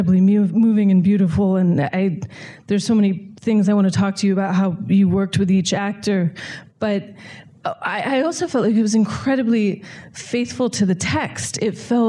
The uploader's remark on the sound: in a Q&A at the DGA theater in New York